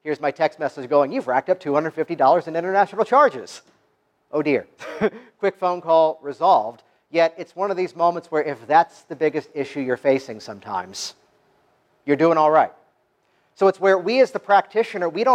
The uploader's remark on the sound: Virtually step into the audience of my featured talk from the 2017 Canadian Hypnosis Conference, an event that took place in late October and was held in Burlington, Ontario.